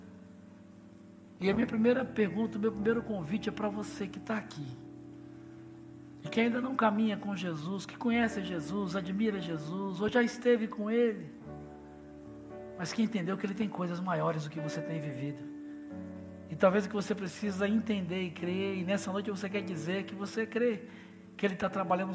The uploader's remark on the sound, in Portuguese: Celebração ao vivo